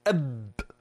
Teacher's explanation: هذا الحرف له مخرج وهو الشفتين